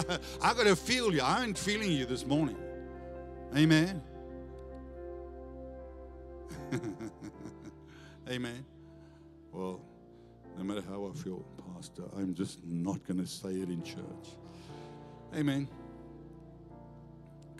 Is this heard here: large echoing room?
yes